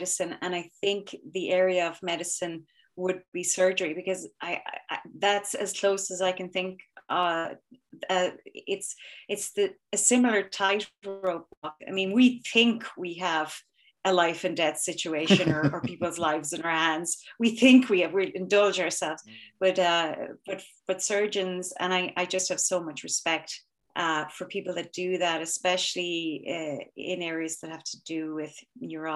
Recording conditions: video call